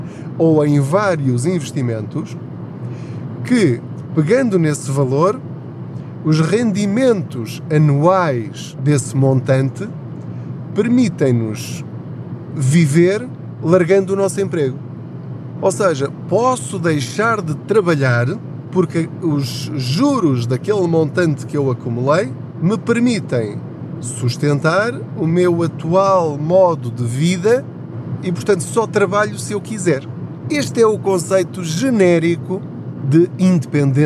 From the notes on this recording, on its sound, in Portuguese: Não ligue aos barulhos da viagem.